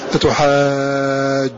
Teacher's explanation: حذف إحدى النونين فينطق بنون واحدة مخففة